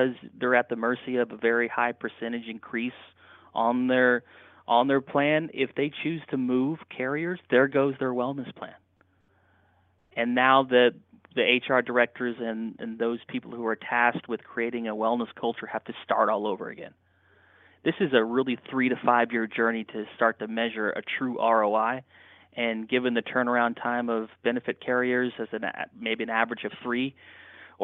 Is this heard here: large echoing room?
no